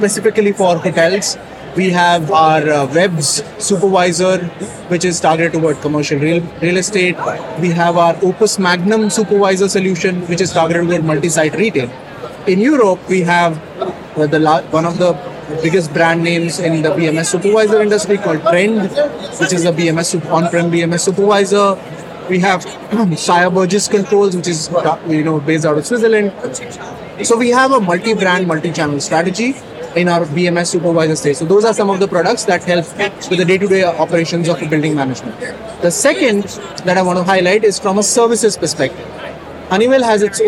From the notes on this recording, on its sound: In this bonus episode, we share a LIVE conversation from the 2023 Greenbuild International Conference and Expo in Washington D.C.